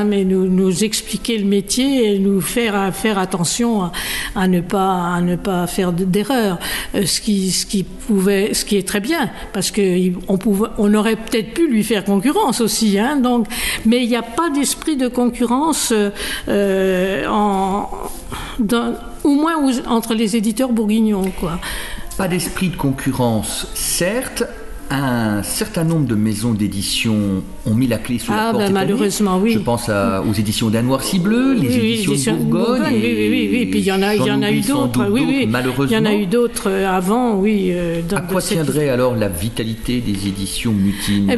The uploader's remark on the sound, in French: Enregistré en avril 2015 à la Fête du Livre d’Autun.